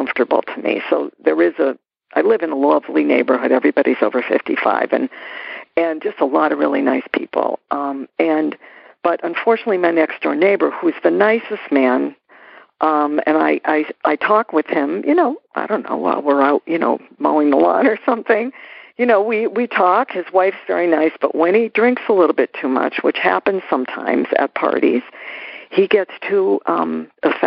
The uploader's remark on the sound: Noon Phone Speaker Meeting